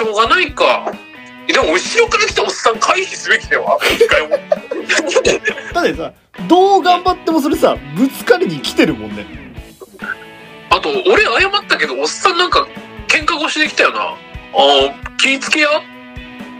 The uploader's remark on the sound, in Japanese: 録音機材：iPhone7